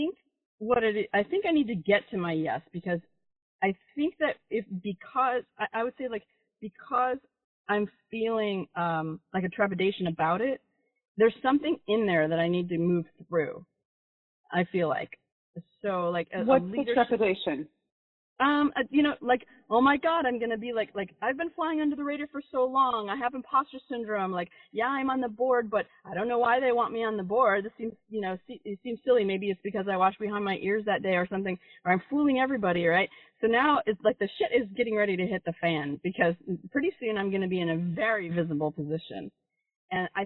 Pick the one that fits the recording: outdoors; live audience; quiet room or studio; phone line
phone line